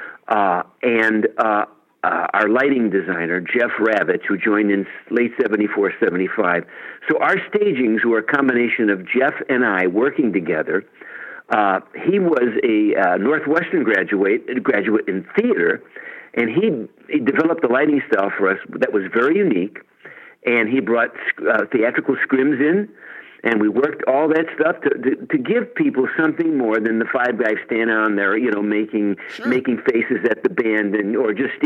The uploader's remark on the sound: called